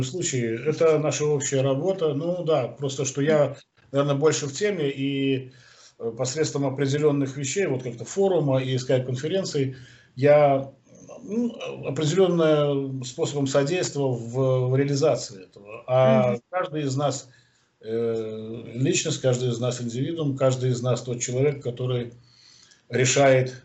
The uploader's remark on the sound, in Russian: Первая запись нашего телемоста Москвы и Минска.